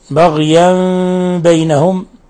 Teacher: تنوين فتح جاء بعده الباء الحكم التجويد إقلاب، حيث قلبنا أن التنوين إلى ميم مخفى عند الباء.